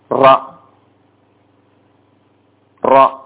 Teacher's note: ക്ലാസ്സിൽ നാം കേൾക്കുകയുണ്ടായി അതിൽ പതിമൂന്നാമത്തെ അക്ഷരം റാ റാ നാവിന്റെ അഗ്രഭാഗം തന്നെയാണ് നാവിന്റെ തലയുടെ പുറംഭാഗവും മേലെ മുൻപല്ലുകളുടെ മോണയും ചേർത്തുകൊണ്ടാണ് ഈ റ ഉച്ചരിക്കേണ്ടത്